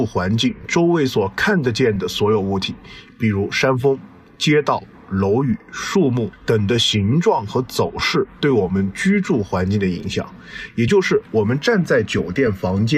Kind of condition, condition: setting, outdoors